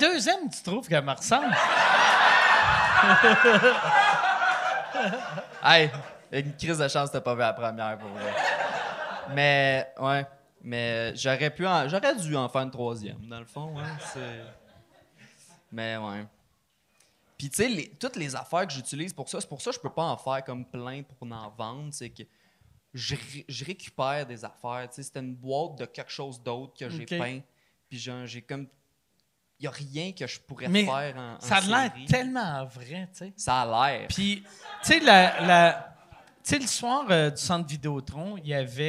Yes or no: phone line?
no